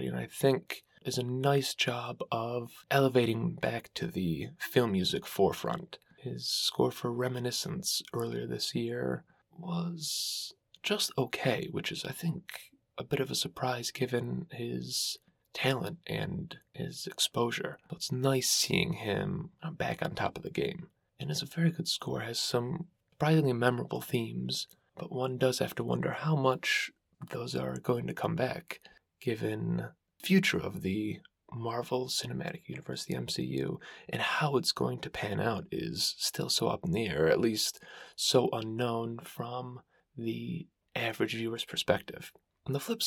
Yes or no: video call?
no